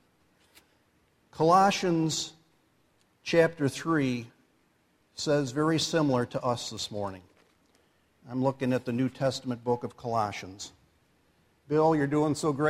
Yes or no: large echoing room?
yes